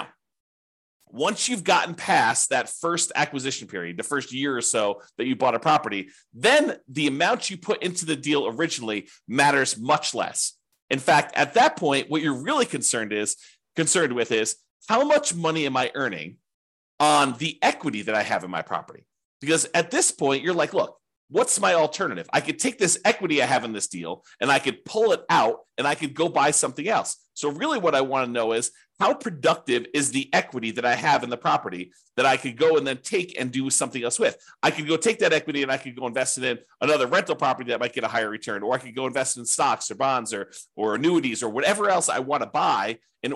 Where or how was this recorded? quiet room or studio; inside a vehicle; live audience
quiet room or studio